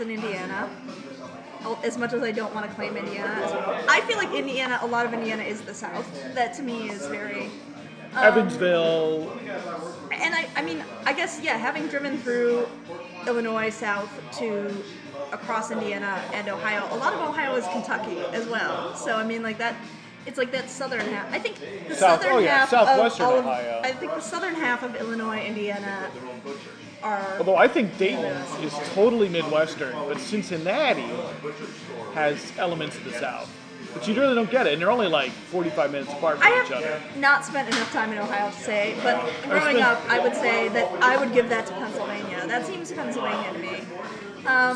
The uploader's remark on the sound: recorded from a bar in Chicago’s Lakeview neighborhood